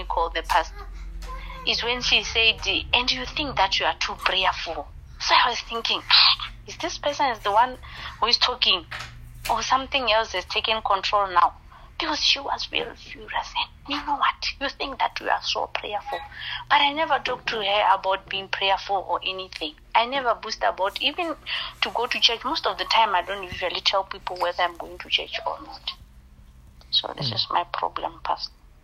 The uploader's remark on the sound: Deliverance over the phone in JESUS NAME.